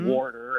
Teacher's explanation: warsper with an extra R thrown in there, kind of like, you know, I hear a lot of old folks say warsh and things mm-hmm. · Term: R insertion